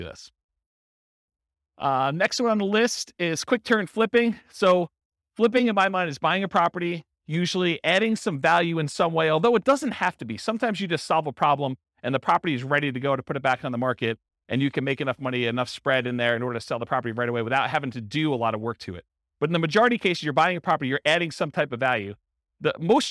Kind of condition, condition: setting, live audience